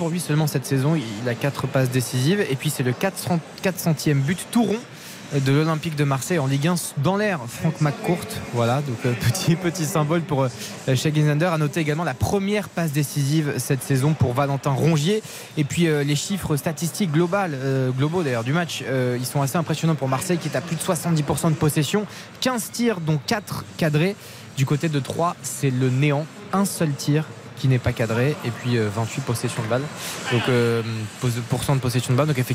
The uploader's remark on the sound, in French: en direct du stade Vélodrome